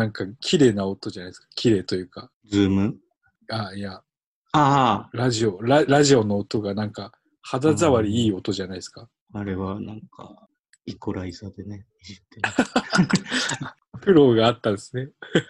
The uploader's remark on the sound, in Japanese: ZOOMの録りやすさ。収録地：それぞれの家（ZOOM収録）。